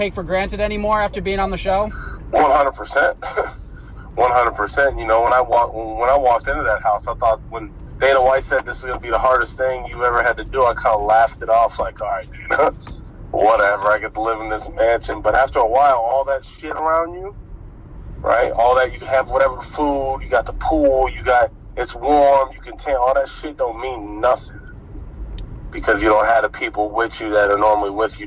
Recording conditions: inside a vehicle